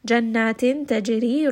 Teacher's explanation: ra in this case is going to be light because it has a kasra